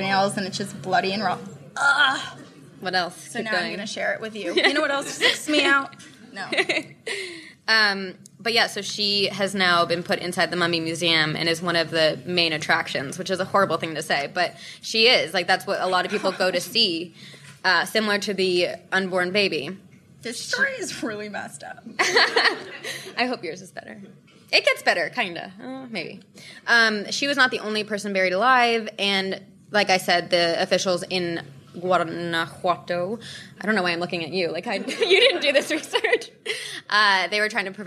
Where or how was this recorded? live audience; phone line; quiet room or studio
live audience